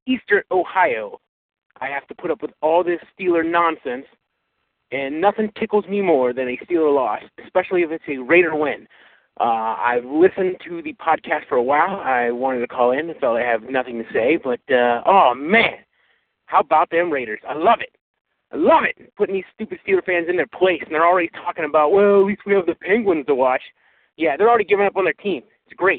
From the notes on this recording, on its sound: Raider Nation “Boneline” Call-in Segment.